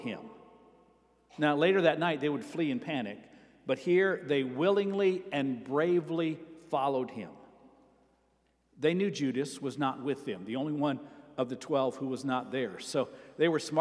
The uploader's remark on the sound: Sermon preached at Avondale Baptist Church